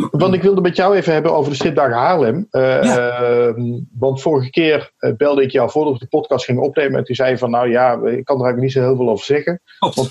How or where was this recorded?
video call